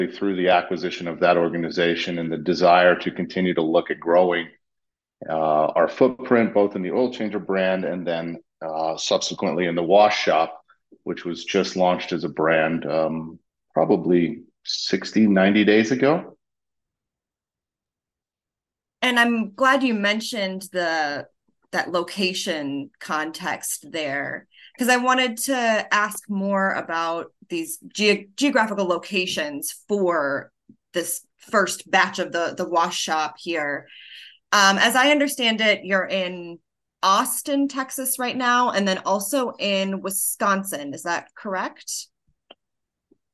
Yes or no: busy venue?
no